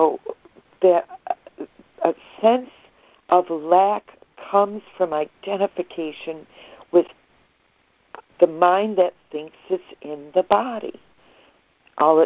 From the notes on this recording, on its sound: ACIM Daily Conference Call.